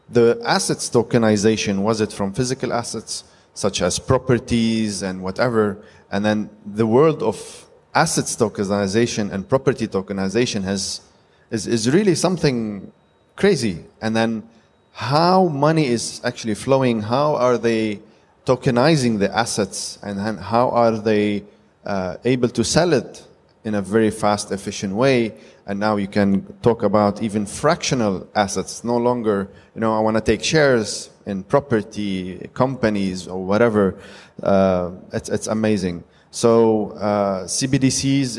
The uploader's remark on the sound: Panel Discussion at Cryptoexpo 2023 edition